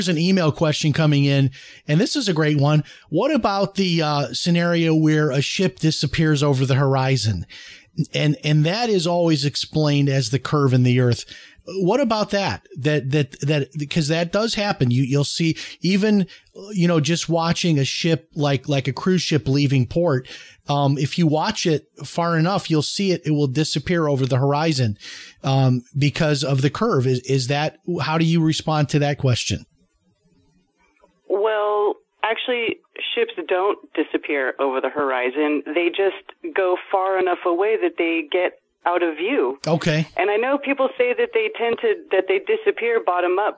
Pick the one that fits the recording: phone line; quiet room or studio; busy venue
phone line